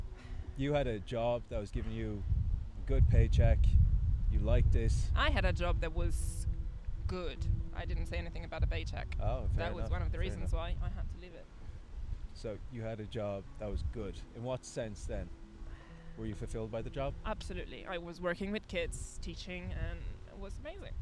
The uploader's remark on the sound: Apologies for the wind.